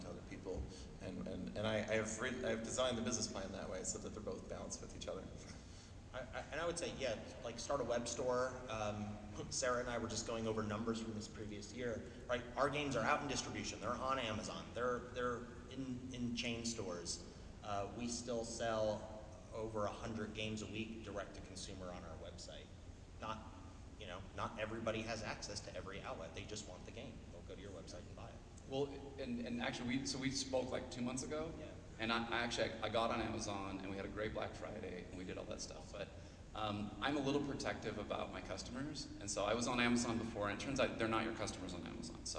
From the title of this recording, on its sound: CEO Panel at pax unplugged